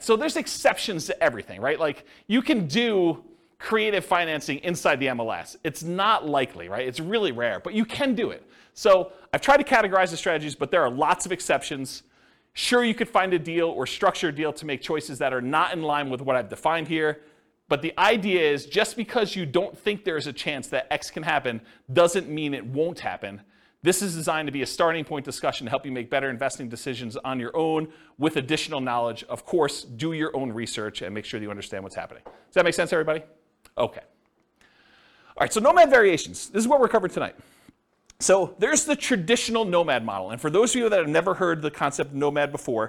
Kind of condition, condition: setting, live audience